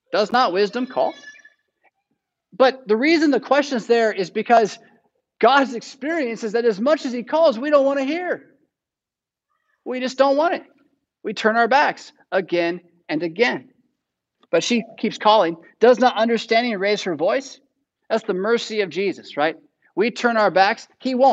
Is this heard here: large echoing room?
yes